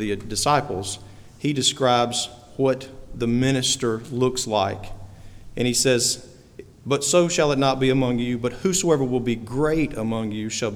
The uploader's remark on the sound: We are sharing portions of the ordination service. We are sharing portions of the service.